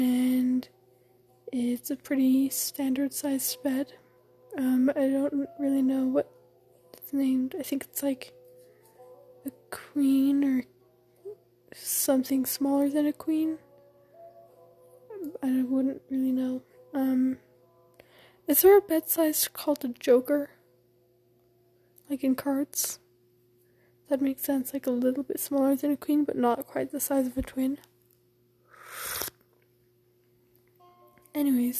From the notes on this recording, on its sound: This is just me talking, theres some music. Sorry if I breathe into the mic.